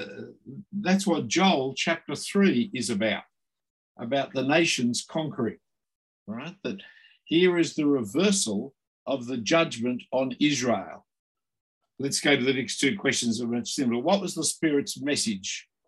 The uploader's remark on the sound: this term was online via Zoom